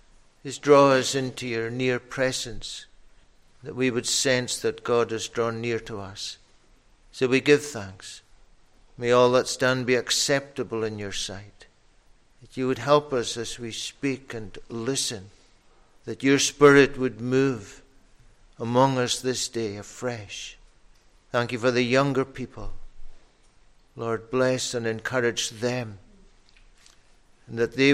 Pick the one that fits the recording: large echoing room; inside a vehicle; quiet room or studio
large echoing room